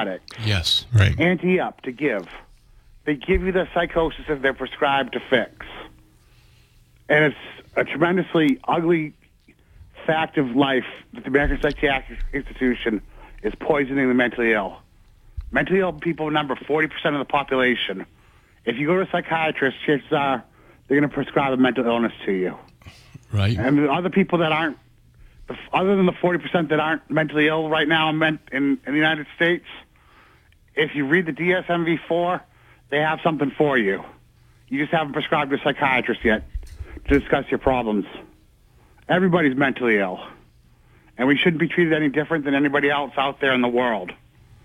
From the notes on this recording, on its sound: take calls from people in the audience